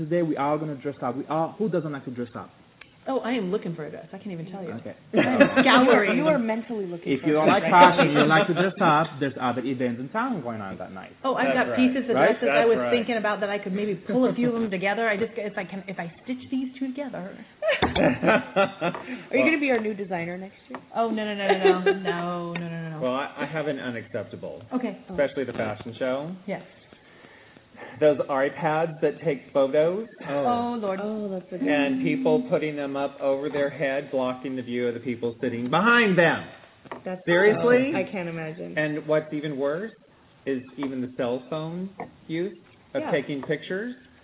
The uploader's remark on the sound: Chat live from Pratt Fine Art's institute on Supporting causes and Events.